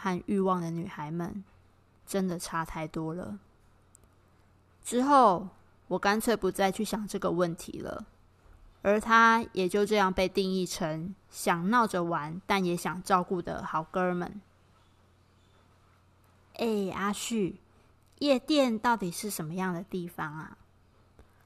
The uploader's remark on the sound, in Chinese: 本集錄音時雨勢磅礡，有較多雜音，請多見諒。